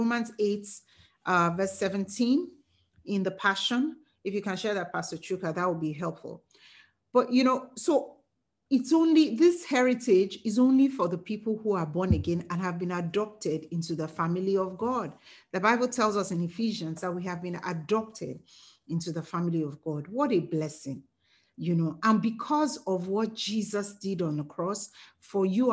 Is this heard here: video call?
yes